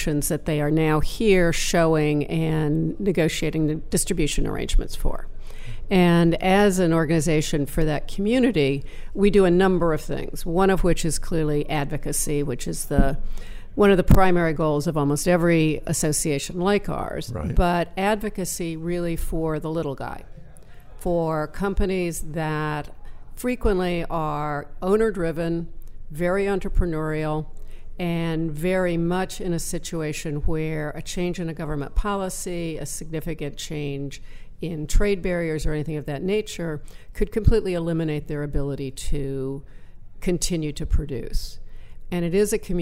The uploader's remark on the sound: Broadcast LIVE form the American Film Market! Over 8,000 industry leaders converge in Santa Monica for eight days of deal-making, screenings, seminars, networking and parties.